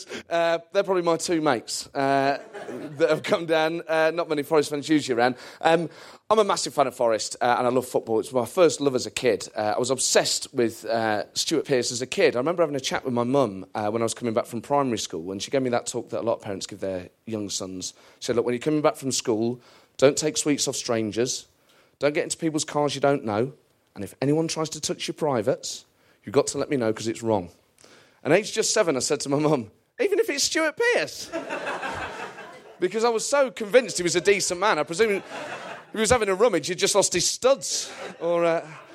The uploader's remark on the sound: This show was recorded at St James Theatre, Studio and originally broadcast on TalkSPORT, the world's biggest sports radio station.